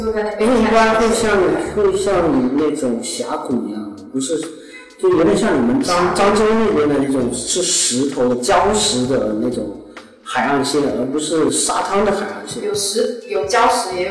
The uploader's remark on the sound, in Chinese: 本期节目，是我借着她短暂回国处理事务的时间，完成的录音。录音环境的回音还是太大了，以后不会用那个房间录音了，抱歉。